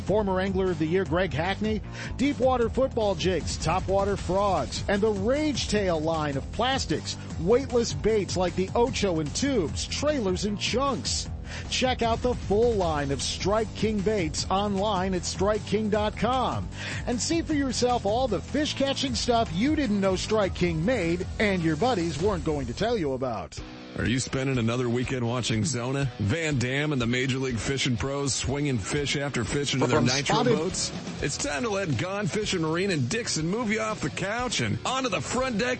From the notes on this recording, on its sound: Live coverage at Bassmaster Classic